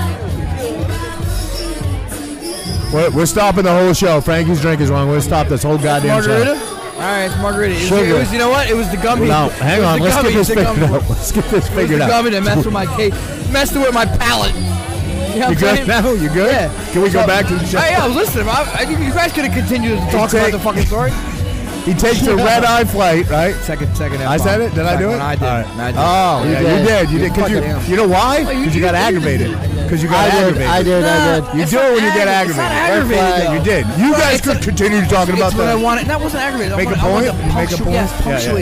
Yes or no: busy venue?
yes